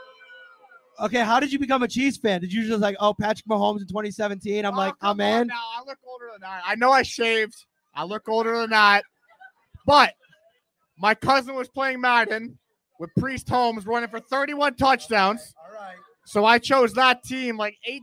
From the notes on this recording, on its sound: live from Wingnutz Bar & Grill in Amherst.